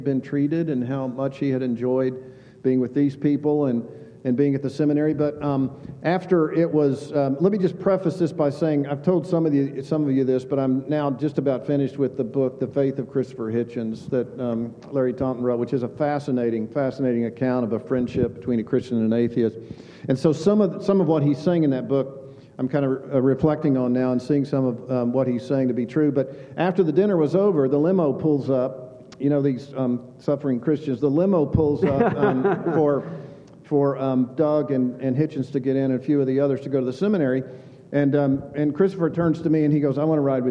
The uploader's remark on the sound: Super-Epic Live-Show at ReformCon! This is our very first LIVE SHOW at ReformCon! It was truly an honor and a blessing to put this event on and to sit with these men on stage.